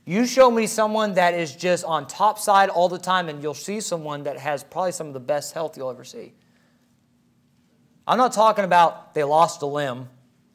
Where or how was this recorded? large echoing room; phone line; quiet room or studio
large echoing room